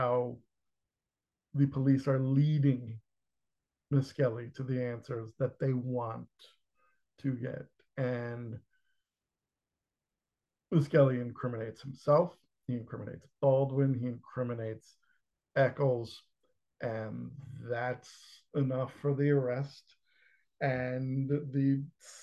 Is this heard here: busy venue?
no